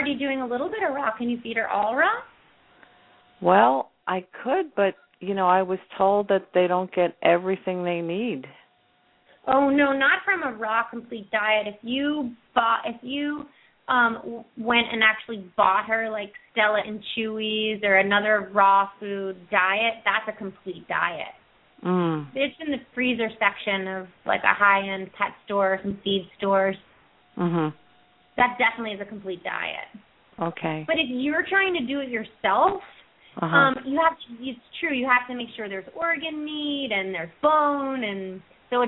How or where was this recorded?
phone line